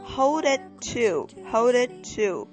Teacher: 这个 it 和后边的 to 两个 t 连在一起的时候呢，也就把它合为一个